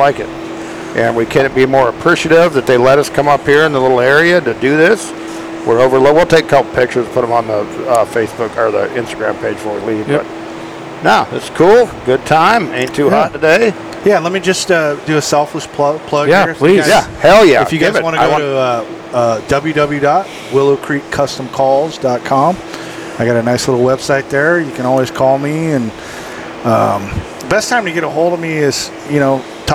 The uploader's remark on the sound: on location at Farmers Brewing Company in Princeton, CA